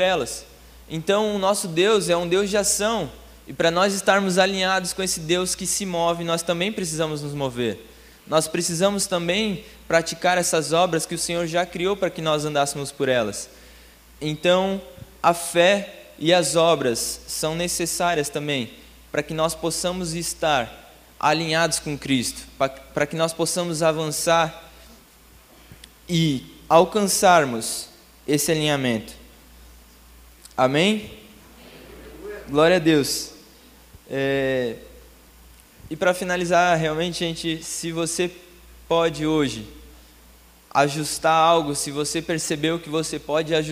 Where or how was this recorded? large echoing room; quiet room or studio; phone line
large echoing room